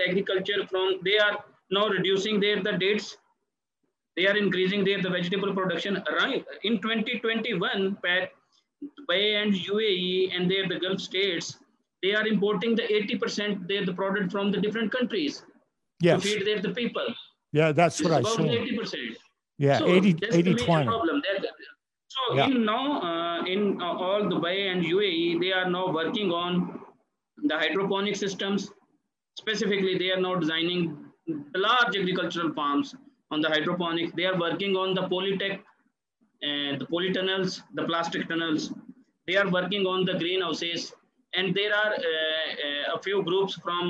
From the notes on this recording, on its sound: Joined us via Zoom from his current location in Dubai.